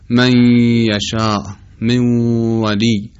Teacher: این حالت حالتی است که باقی موندن صفتی از صفت حرف قبلی و نشون داده شدنش در حرف بعدی است که ادغام ناقص نام داره. و عمدتا علت وجود غنه در یه و واو همینه.